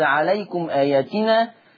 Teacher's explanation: قرأ ورش بصلة ميم الجمع في لفظ عليكم